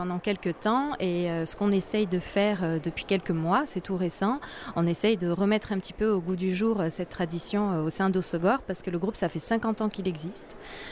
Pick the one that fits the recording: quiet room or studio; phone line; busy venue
busy venue